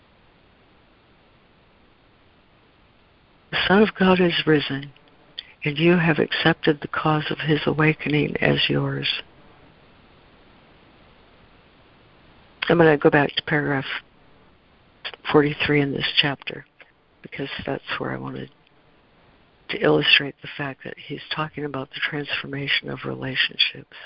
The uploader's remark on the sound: ACIM Daily Conference Call